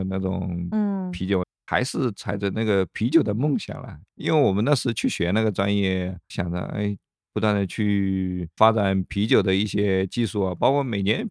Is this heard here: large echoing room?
no